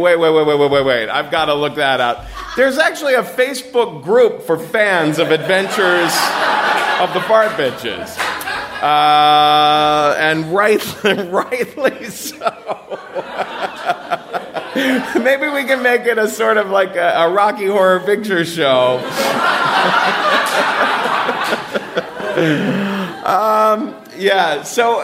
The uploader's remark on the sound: Live From Atlanta!